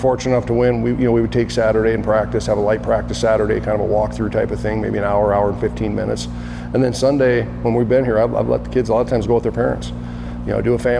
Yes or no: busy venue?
yes